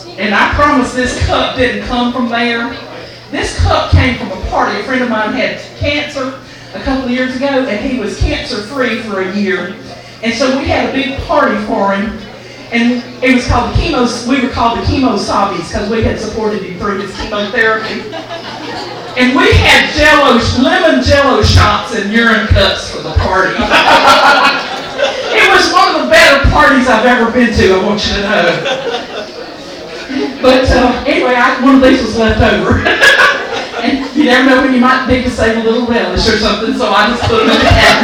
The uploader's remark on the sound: Recorded at Tir Na Nog in downtown Raleigh